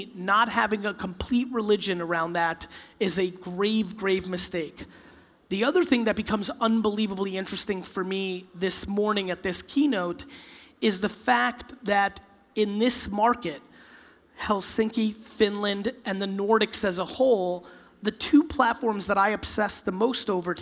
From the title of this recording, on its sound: A Keynote: Arctic15 In Helsinki, Finland